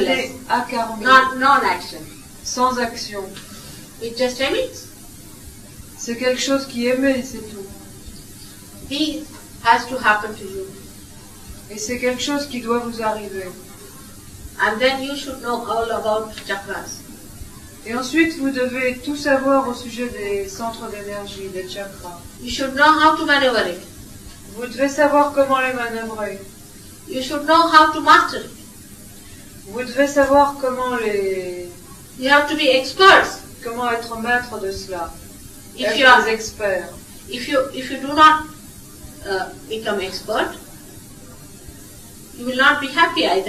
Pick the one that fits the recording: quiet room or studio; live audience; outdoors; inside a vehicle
live audience